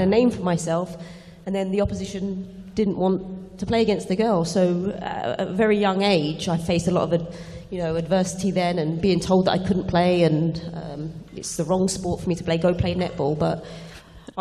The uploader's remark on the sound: Live From London. Heads to Bloomberg’s UK Equality Summit for our first ever live taping.